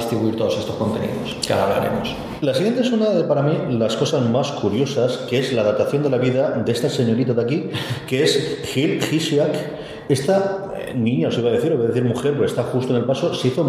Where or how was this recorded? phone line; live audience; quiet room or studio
live audience